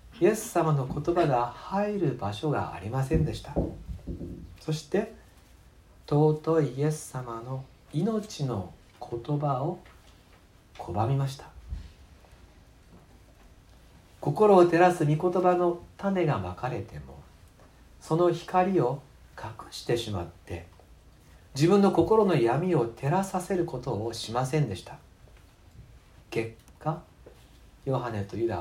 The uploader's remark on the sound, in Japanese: 2019年11月24日吉備教会礼拝メッセージ録音